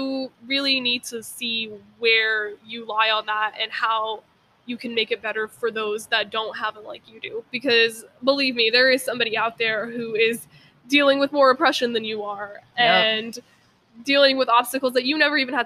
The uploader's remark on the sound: If you guys hear background noise, I apologize we were outside recording.